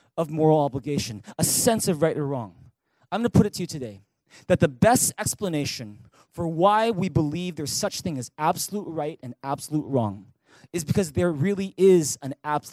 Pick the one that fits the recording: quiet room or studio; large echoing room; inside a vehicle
large echoing room